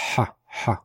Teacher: the original chet, as pronounced by, for example, the Arabs today, would sound like ha